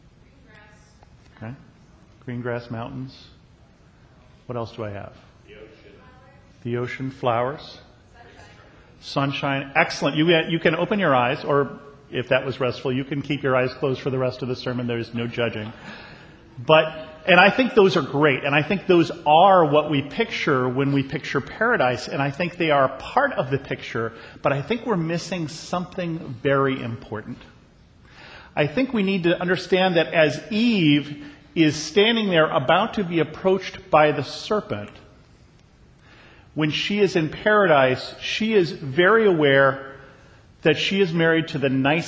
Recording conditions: large echoing room